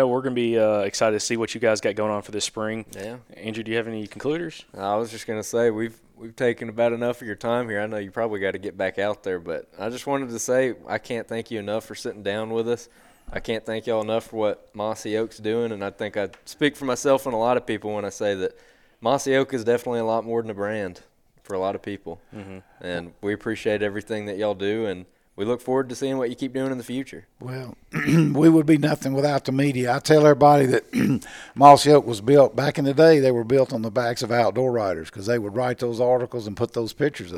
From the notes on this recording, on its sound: At the 2019 NWTF show in Nashville we got a chance to sit down and record a podcast